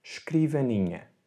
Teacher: We don't really pronounce the E. It's more the SH sound.